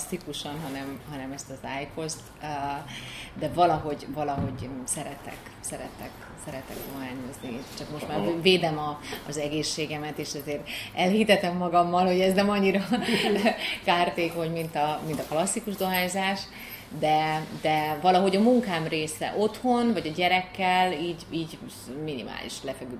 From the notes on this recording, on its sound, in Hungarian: A felvétel egy konyhában indul, aztán kisétálunk az épületből, hosszasan baktatunk egy forgalmas út szélén, majd beszállunk egy kocsiba és azzal megyünk egy darabig, úgyhogy a hangminőség hagy kivetnivalókat maga után, de azért lehet érteni, amit mondunk.